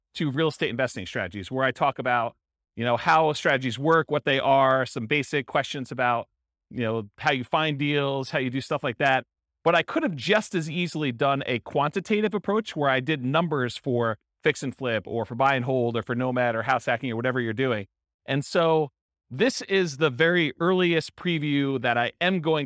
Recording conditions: live audience